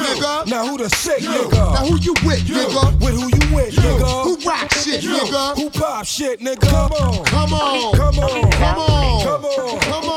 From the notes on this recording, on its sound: Live raw recording of Afterwork: Vibes in Edison. In the Edison - Cork City - Ireland.